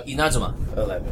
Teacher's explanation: The stress is on the second syllable